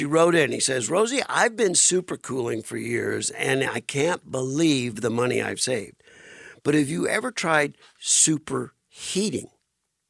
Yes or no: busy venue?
no